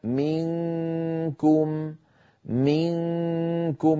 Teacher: أنتقل من مخرج الميم في كلمة منكم إلى مخرج الكاف مباشرة وعليها تماما، على الكاف تماما، لأن الكاف مخرجها بعيد، مخرجها من أقصى اللسان، فلا أقرر ولا أهيئ الفم عند المخرج، بل آتي إليه مباشرة.